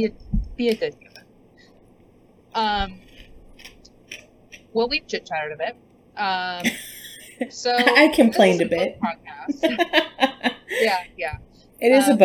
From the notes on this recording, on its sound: We had to film from our own homes this week so please excuse our crazy audio.